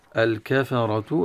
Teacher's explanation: لام التعريم الكفرة تظهر عند الكاف. الكفرة الراء مفخمة مفتوحة، والفجرة كذلك راء مفتوحة تفخم. وعلى القارئ أن ينتبه أن ترقيق الفاء في هم الكافرة وليس الكافرة، وكذلك ترقيق الفاء هم الكافرة الفاجرة وليس الفجرة أو تفخيم الجيم كذلك.